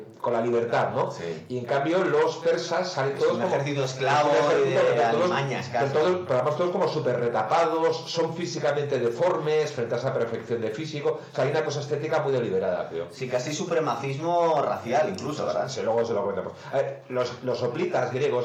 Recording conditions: poor sound quality